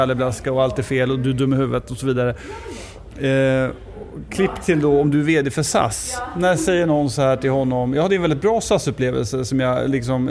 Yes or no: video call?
no